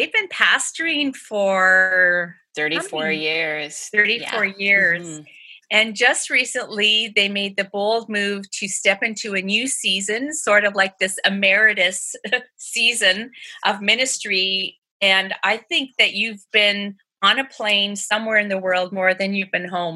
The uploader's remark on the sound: listen in on this group zoom conversation